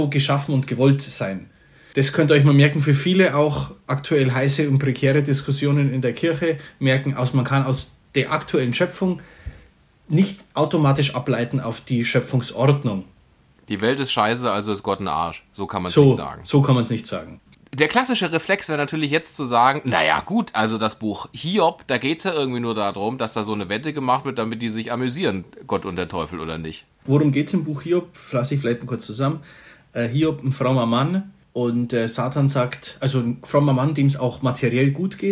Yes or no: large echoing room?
no